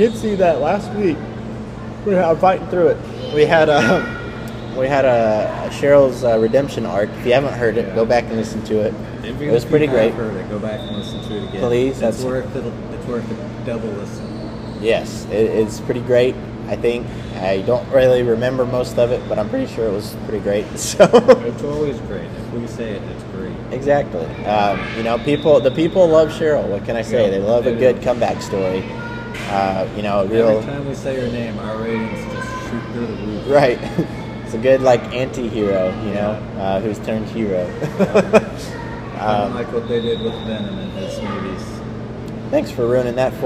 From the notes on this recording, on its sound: Our microphone didn't plug in all the way, so it was just recording from our laptop's microphone, which is way worse quality, so we are very sorry for all the background noise. The computer was facing Me, so it picked up his voice better.